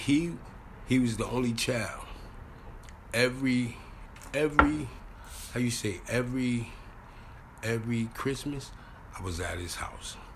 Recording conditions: outdoors